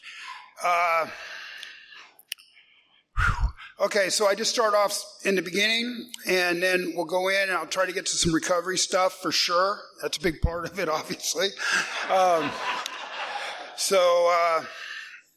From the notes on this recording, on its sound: he is telling his story at the No Reservations Speaker Meeting held monthly on the first Saturday of the month at the Swinomish Reservation in La Conner Washington